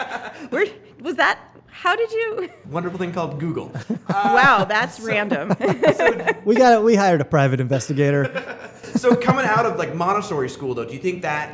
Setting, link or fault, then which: setting, busy venue